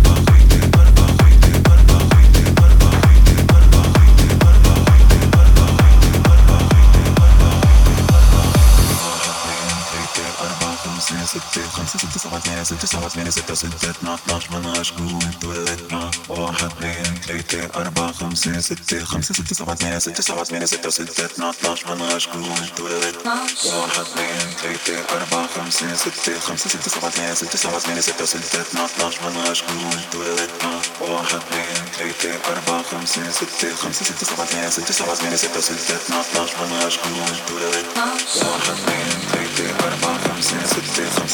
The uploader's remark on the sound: Live at Sisyphos, Berlin, April 2023